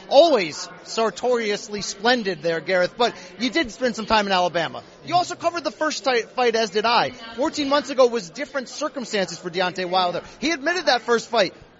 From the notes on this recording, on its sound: live on the scene in Las Vegas